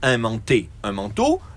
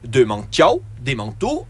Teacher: la différence se fait par le timbre de la voyelle finale